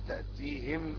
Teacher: بكسر الهاء لمناسبة الياء